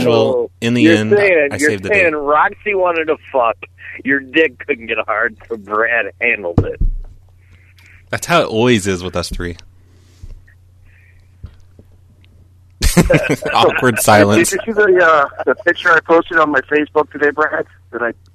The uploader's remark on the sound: Prank Phone Calls Collection